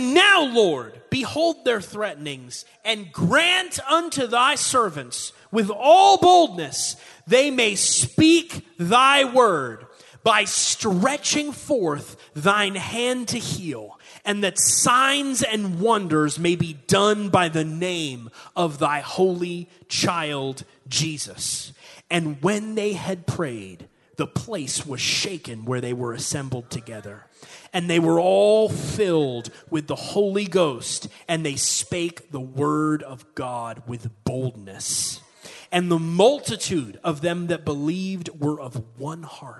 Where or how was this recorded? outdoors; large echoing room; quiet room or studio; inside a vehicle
large echoing room